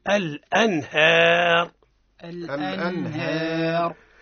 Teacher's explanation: أظهرنا النون من غير غنة · Term: الإظهار